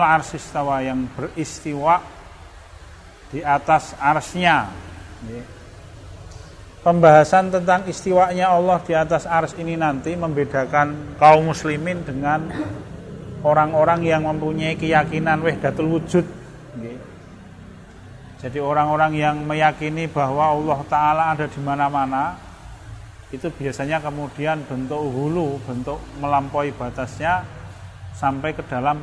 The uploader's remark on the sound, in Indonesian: Rekaman Kajian Majelis Pengajian Islam Kitab Firqotun Najiyah. Di Masjid At Tahkim, Jln KH Ahmad Dahlan, Ngampilan, Yogyakarta rutin setiap hari Jumat selepas sholat magrib sampai dengan isya yang diselenggarakan oleh FKAM Yogyakarta dan Takmir Masjid At Tahkim.